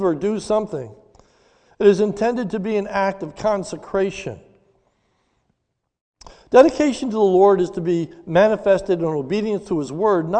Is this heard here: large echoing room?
yes